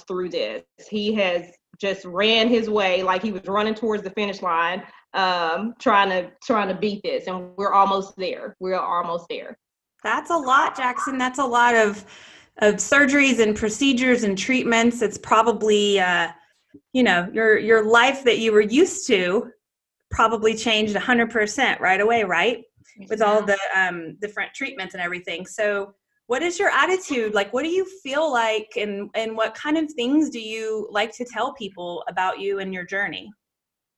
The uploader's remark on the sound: This time we Zoom with a special young man